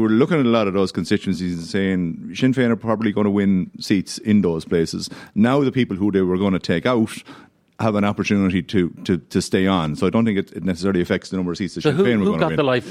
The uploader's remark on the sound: live from the Aviva Stadium today